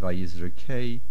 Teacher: It is Vayizrekehu. But the main stress is on the kuf, not on the hu ending